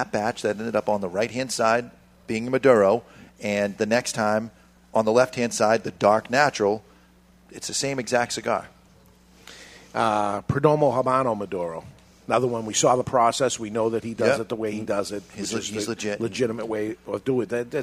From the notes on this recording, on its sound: We are live from Two Guys Smoke Shop in Salem, NH